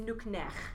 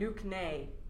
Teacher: And it's nuknech, this nice throaty kind of sound at the end · Shown in: first take